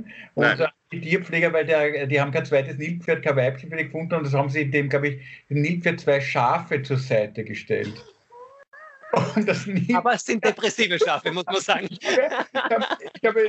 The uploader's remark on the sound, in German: Aufzeichnung einer ZOOM Session vom Montag, 25. Weil das aktuell nicht möglich ist, finden sie ihr Publikum, indem sie einander via Skype am Abend beim Reden zusehen.